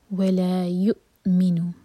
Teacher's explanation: حمزہ سکون پر جھٹکا نہ ہو لیکن سانس رکنے کی آواز آنی چاہیے